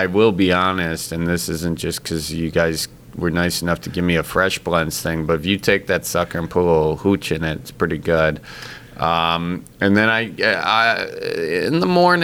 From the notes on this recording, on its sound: Recorded at Lambeau Field